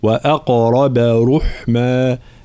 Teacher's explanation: كلمة وأقرب ترقيق الواو والهمزة ثم تفخيم القاف والراء مع قلقلة القاف